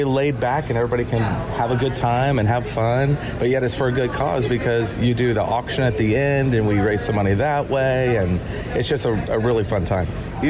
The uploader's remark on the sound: Live from the LT Charity Golf Tournament